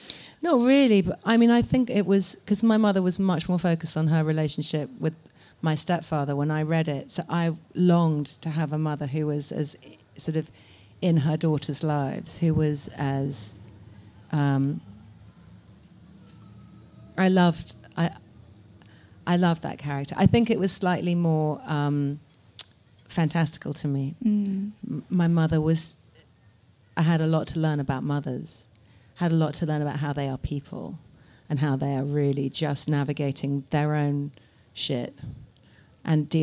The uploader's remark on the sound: In front of a live audience in Bedford Square Gardens, London.